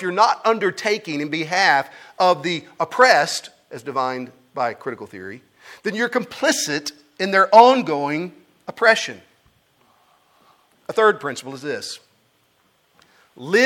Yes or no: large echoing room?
yes